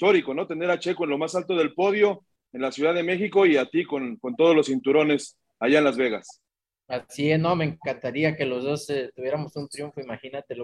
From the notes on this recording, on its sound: will hold a Zoom conference call